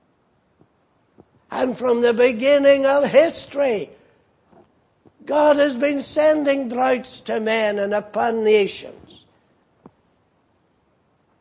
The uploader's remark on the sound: Preached in Grafton. At the Lord's Day Morning service on 12th August, 2018.